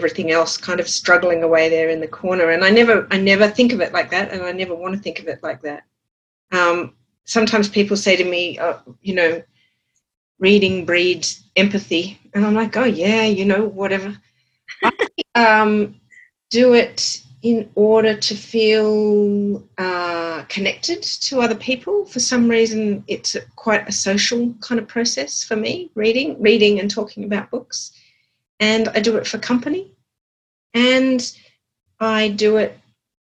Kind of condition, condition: link, video call